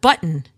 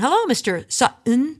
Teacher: dropping the T in the middle of words